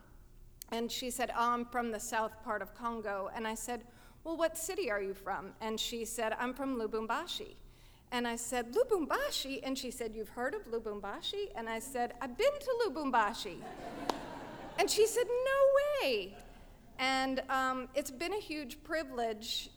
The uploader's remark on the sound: At our 2015 live event, "Ladies Night,".